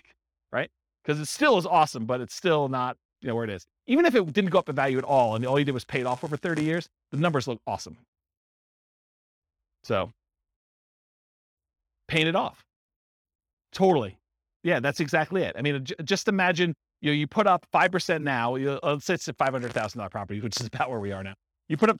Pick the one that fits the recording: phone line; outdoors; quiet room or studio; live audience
live audience